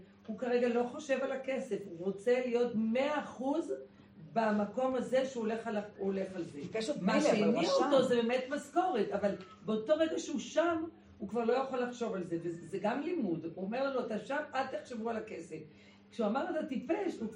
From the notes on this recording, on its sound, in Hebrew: הקלטת שיעור חי ראשון. במסגרת תוכנית הלימודים השנתית של בית המדרש מתן שומרון, שמתקיימת בבית הכנסת המרכזי בקרני שומרון בימי ראשון בבוקר.